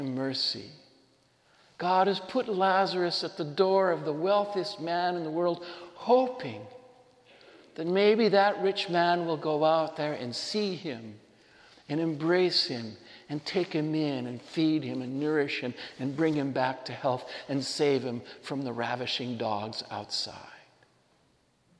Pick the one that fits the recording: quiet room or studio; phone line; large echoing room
large echoing room